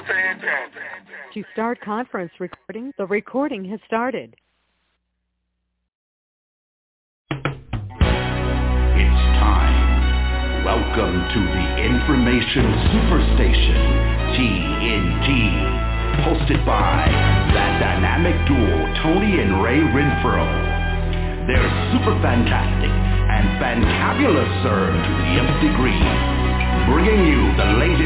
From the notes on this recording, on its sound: TNTSuperfantastic Conference Call.